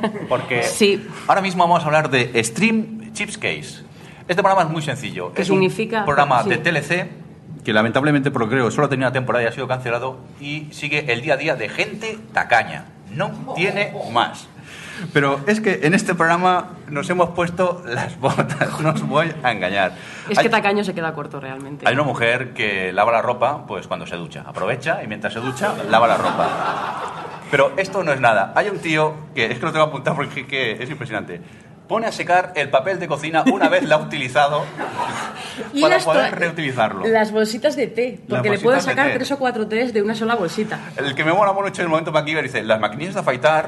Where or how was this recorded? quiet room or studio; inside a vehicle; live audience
live audience